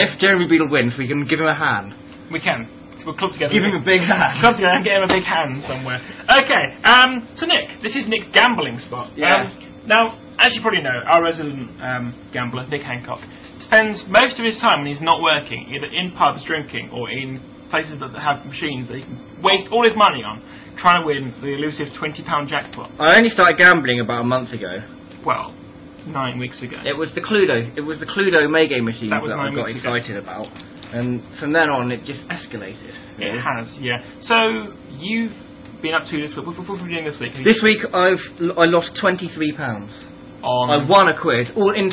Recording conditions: poor sound quality